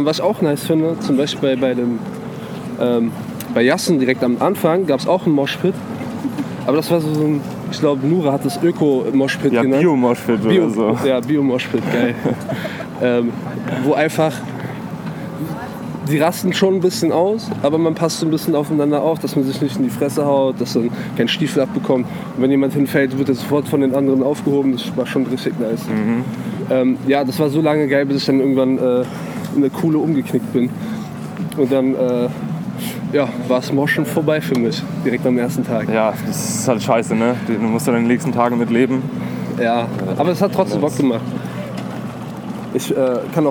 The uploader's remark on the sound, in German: MS Dockville 2019. All das natürlich direkt vom Festivalgelände.